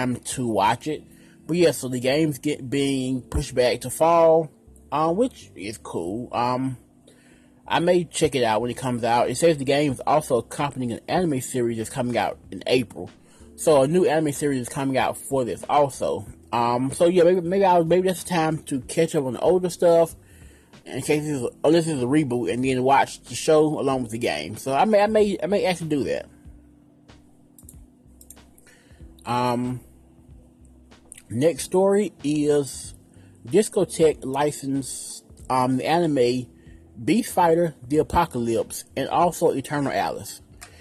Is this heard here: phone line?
no